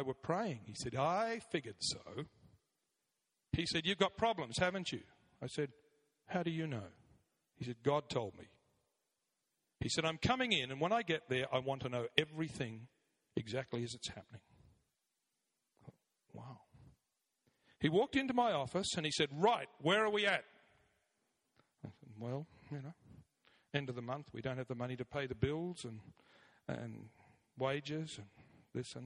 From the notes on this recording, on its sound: 9am Service, Arena Church, Ilkeston